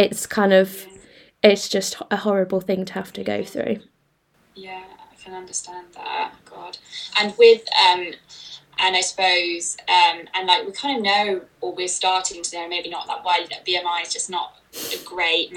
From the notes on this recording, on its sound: On an Nutritank IG live.